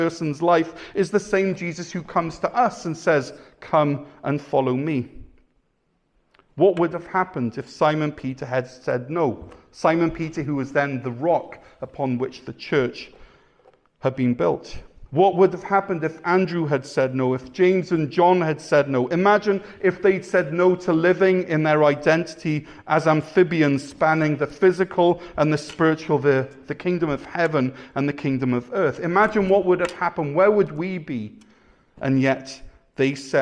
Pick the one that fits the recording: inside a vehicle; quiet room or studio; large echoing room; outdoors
large echoing room